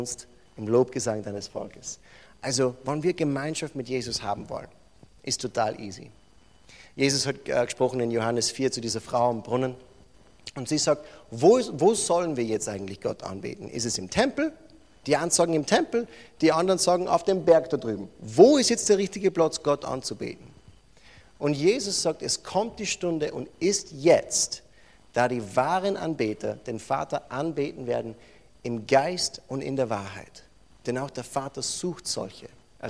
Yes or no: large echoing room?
yes